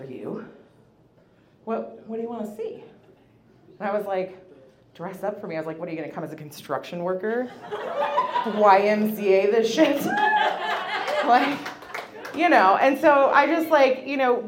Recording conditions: live audience